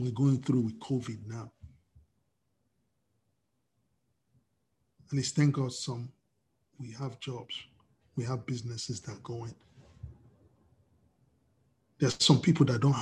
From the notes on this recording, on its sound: We are on Zoom now.